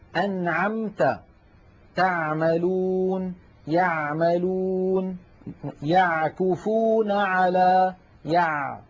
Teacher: العين الفصيحة أعمق إلى تحت أكثر. أنعمت تعملون يعملون يعكفون على يع، عميقة أكثر من العين التي نعتاد في العاميات على الاتيان بها.